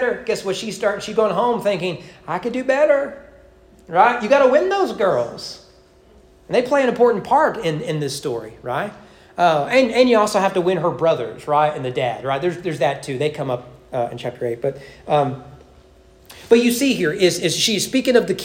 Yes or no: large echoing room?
yes